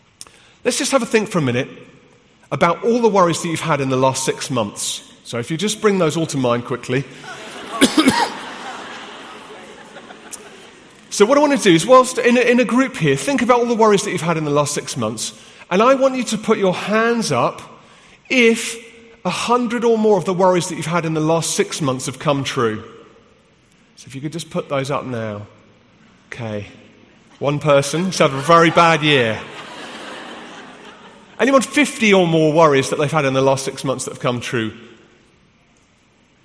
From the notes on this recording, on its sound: from the HTB Free To Be Conference in London